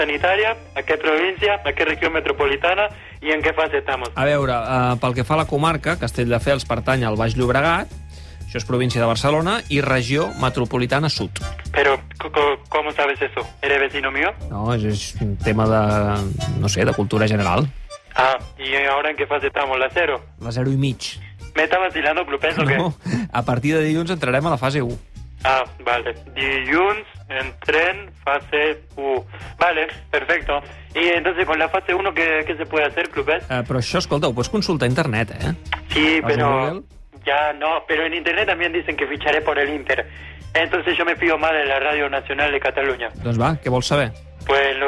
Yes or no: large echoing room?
no